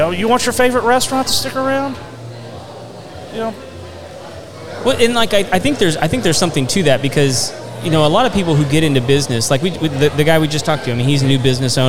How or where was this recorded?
busy venue